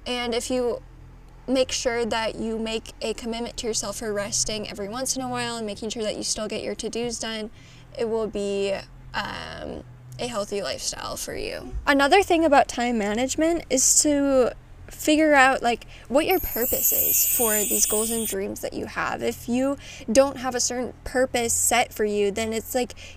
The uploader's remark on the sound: Tune in as I take you outside at my cabin!